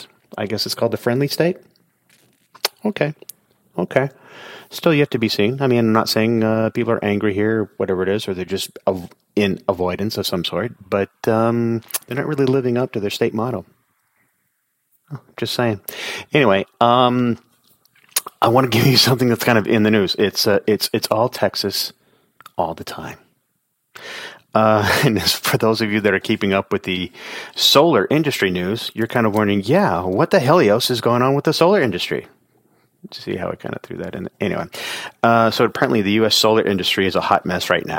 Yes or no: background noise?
no